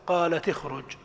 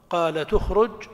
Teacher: لك الضم، قالت أخرج أو الكسر، قالت اخرج، الكسر على الأصل والضم إتباعا لضم الثاني